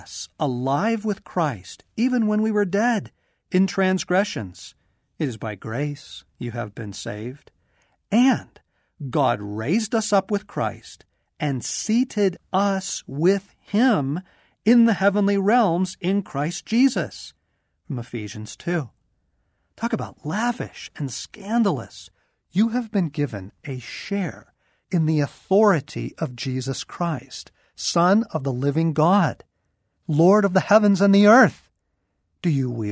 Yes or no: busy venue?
no